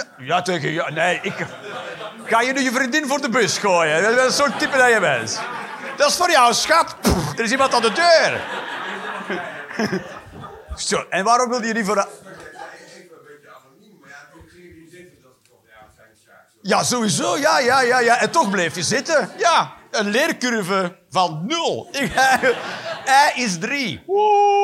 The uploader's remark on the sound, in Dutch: Live 1 Oktober 2023, Toomler, Amsterdam.